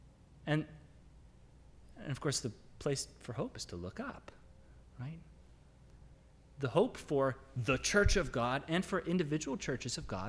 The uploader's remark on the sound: Sermon audio from LBC worship service